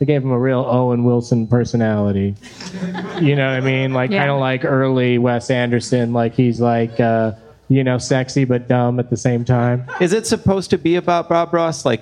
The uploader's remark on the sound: Live from the Helium Comedy Club in Portland